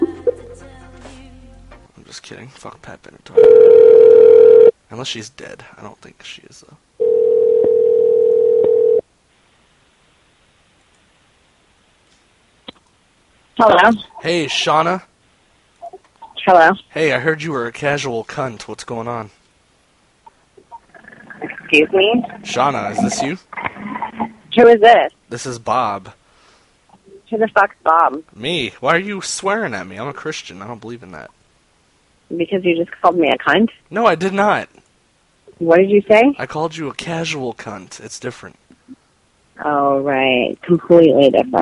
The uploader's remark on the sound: RBCP's Personal Prank Phone Calls Collection